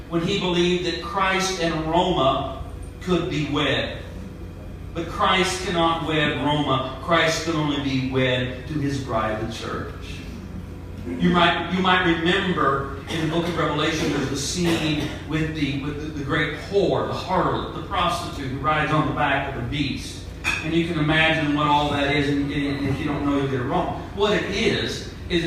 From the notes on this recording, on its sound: At the Nazarenes United For Peace Post-Conference 2-14-19. I was invited to sing and play music at the event.